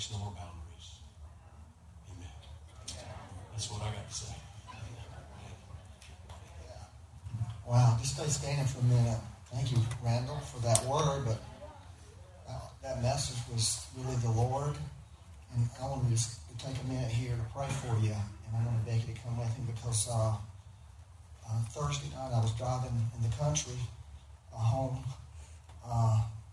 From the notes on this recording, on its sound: We had technical difficulties recording this Sunday, please excuse the poor sound quality.